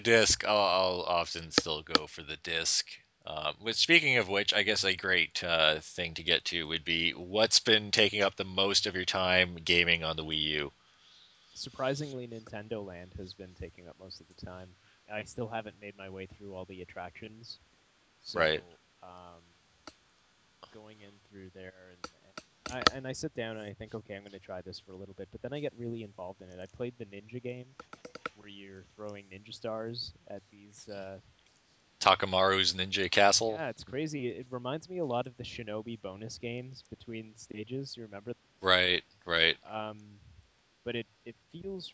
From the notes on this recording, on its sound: I’ve once again patched together a rough audio session.